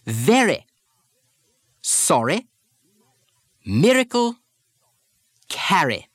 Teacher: You can't really drop an R when it comes between two vowel sounds.